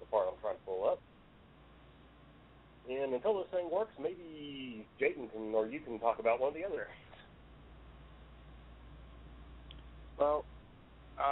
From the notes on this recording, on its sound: We got a phone call